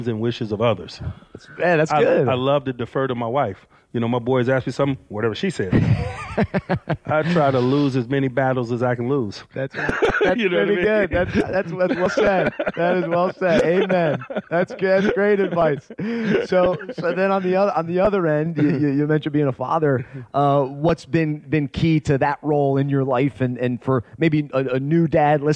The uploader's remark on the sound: joined us backstage at this year's event in Charlotte